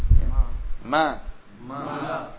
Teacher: mim-mim juga sifatnya jahr. Jadi tidak keluar nafas. Jangan sampai mengucapkannya dengan ma.